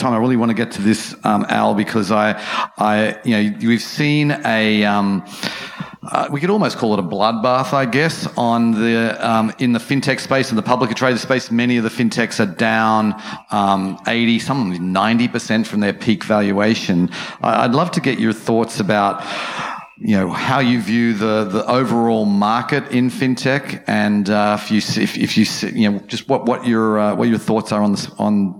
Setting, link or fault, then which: setting, busy venue